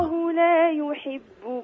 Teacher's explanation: رقق الواو لكن على طول فخم اللام. والله لا يحب، لا تقولي ول ول على طول لام مفخمة.